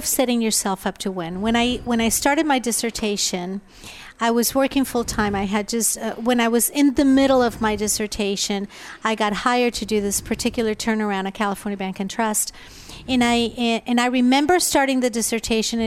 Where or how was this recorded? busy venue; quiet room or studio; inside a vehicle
busy venue